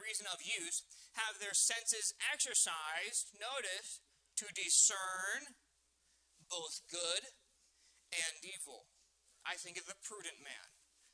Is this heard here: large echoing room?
yes